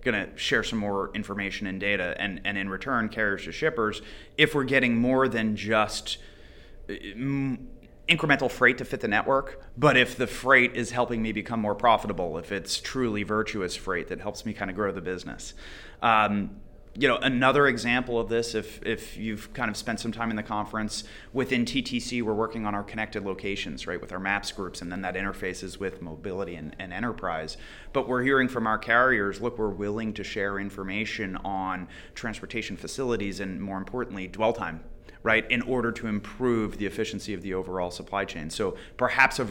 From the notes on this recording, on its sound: at the Trimble’s Insight Tech Conference